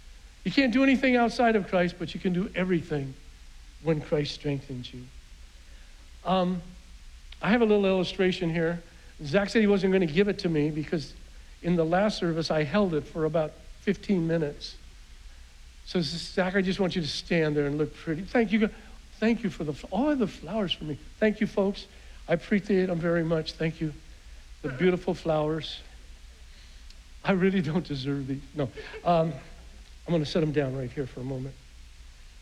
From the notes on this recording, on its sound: was preached on June 6th at the 11:30AM service